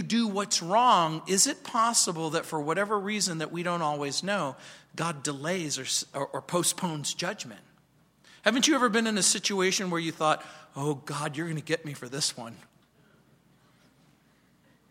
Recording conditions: large echoing room